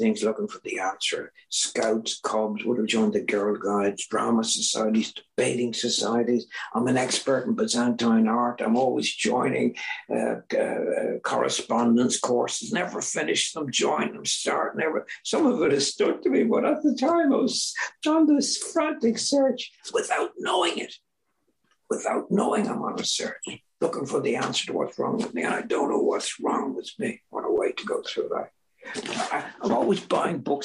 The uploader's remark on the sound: This was recorded at the Magical Mystery Tour Zoom Meeting in September of 2022.